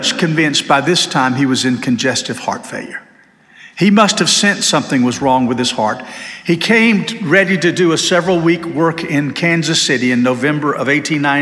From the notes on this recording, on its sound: This sermon was delivered on June 18, 2023 at First Baptist Church Hendersonville, NC.